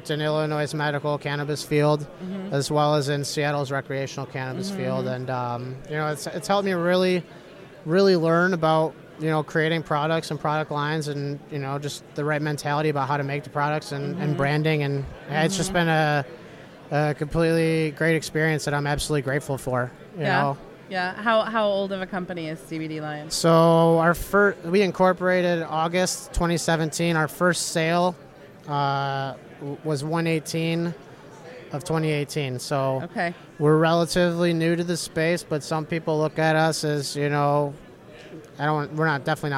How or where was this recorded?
busy venue